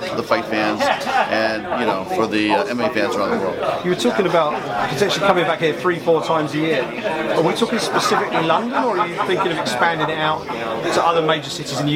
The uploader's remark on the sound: press conference scrum